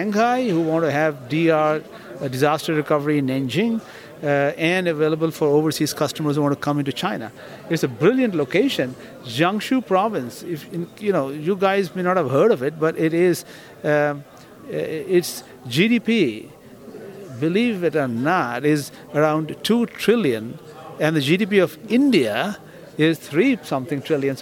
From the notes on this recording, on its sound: Live from PTC'20